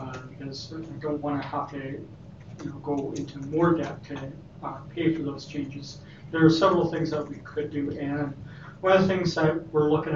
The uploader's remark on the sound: Regular Meeting of Council. Audio recording of the June 10, 2019 Regular Meeting of Peace River's Town Council.